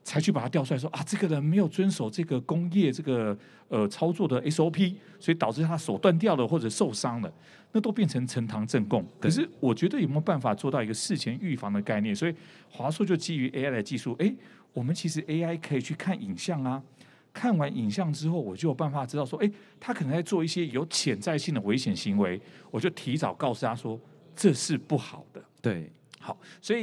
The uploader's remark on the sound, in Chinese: 本集節目於2022年「台灣國際智慧製造系統整合展（TIIM）」展期間錄製